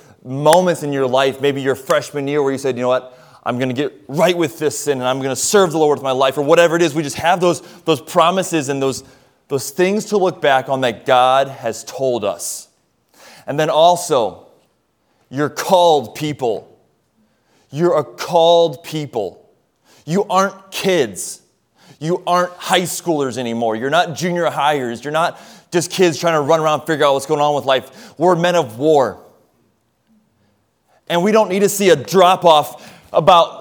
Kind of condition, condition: setting, large echoing room